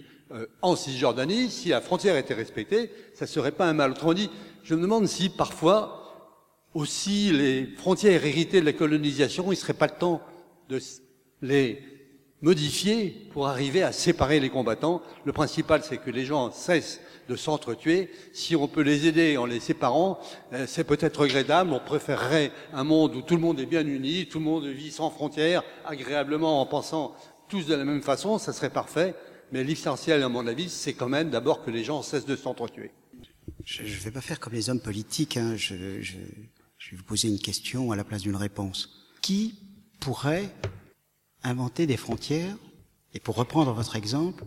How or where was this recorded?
live audience